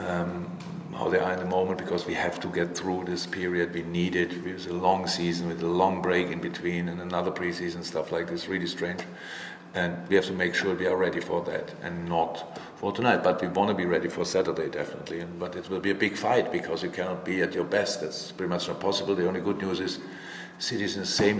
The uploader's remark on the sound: Post-Match Press Conference